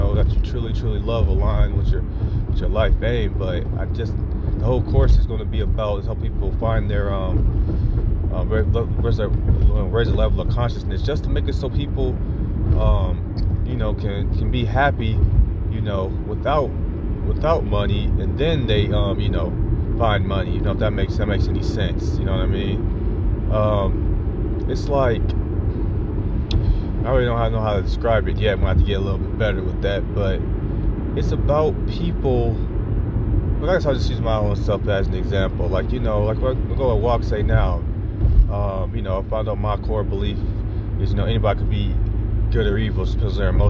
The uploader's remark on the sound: I am in the car on my way to a friend's house.